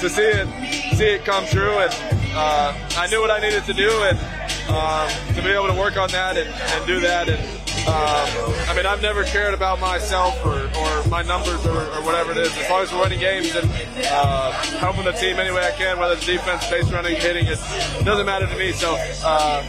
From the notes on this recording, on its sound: live inside the Phillies locker room during their celebration